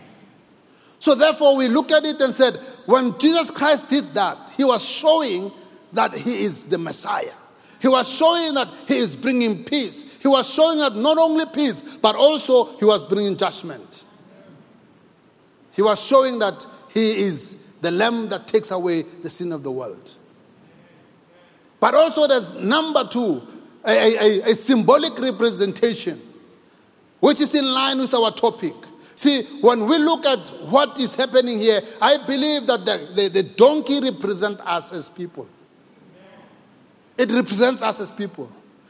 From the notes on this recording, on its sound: preached at Grace Bible Church Pimville on the 10th of April 2022 at the 9am Service